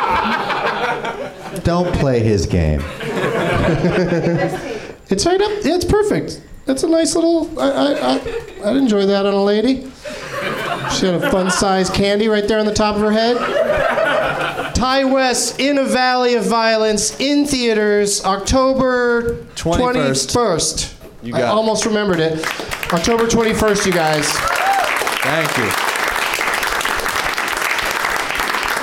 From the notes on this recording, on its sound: Live from the NerdMelt Showroom in LA